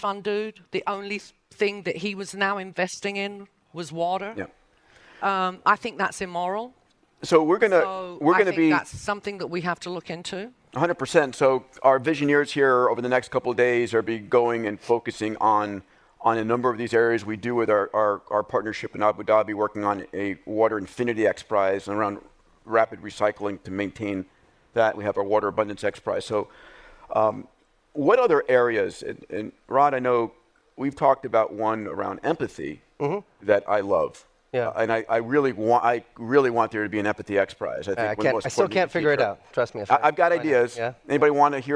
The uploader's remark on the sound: A special recording at Visioneering. Live from Paramount Studios.